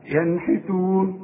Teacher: شوف ين ها بعدها ايه؟ الحاء، والنون ساكنة عليها السكون، ما تغنش